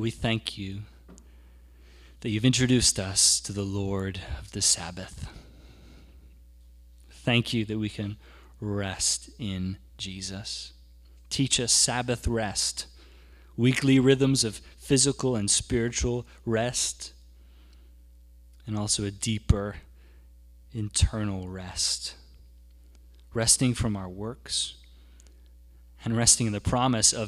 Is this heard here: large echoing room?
yes